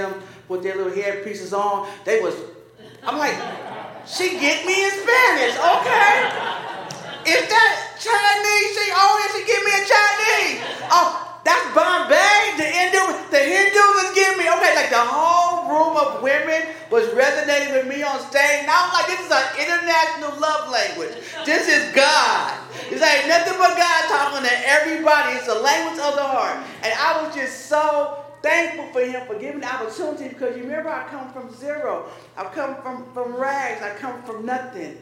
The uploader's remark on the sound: This sermon was delivered at Paradox on Saturday, April 15, 2023.